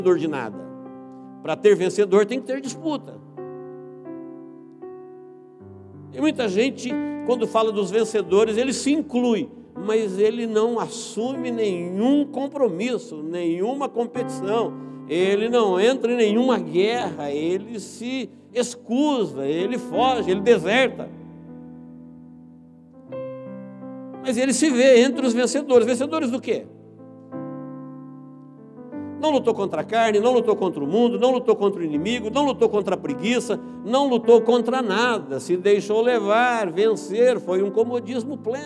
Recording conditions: large echoing room